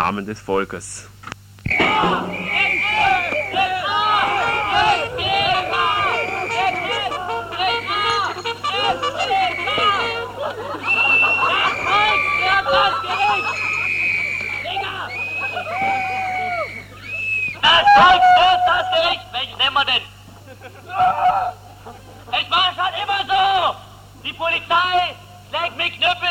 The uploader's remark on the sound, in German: Livemitschnitt einer Strassenaktion zur geplanten Räumung der Hildastrasse 31.